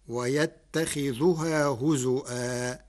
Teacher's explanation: ويتخذها هزوا، قرأ ورش كلمة ويتخذها برفع الذال، فتصير ويتخذها عطفا على يشتري. أما كلمة هزوا فقرأها بالهمز مكان الواو